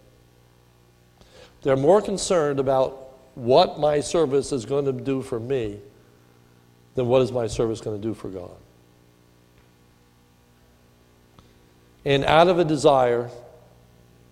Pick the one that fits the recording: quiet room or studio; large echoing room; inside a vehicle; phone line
large echoing room